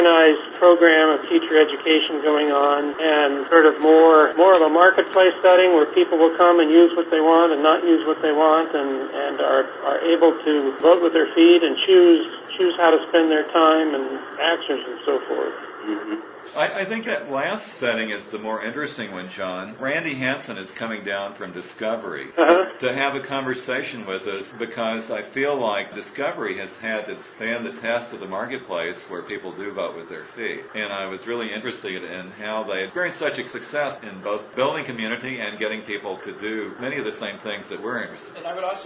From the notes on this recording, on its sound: A conference call